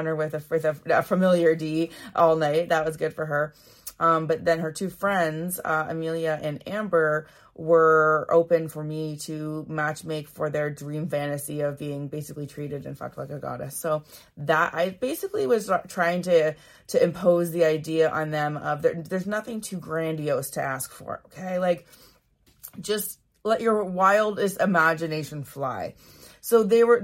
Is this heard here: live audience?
no